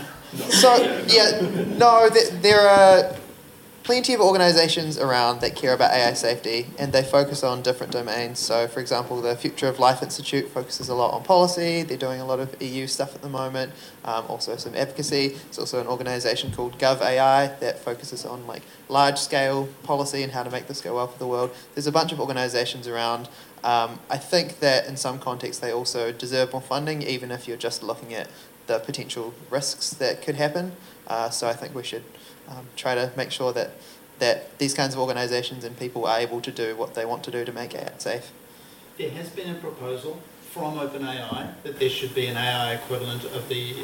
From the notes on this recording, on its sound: Live recording from NZISF 2023. This talk was recorded live. As part of the New Zealand International Science Festival.